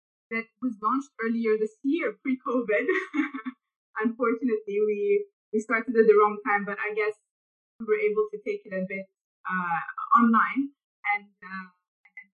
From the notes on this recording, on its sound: a Zoom chat